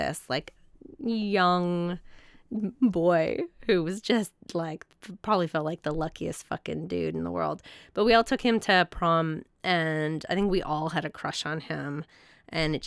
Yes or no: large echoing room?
no